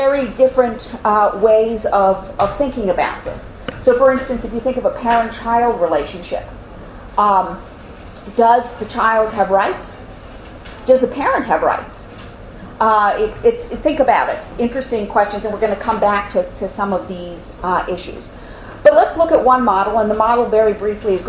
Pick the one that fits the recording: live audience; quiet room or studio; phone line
live audience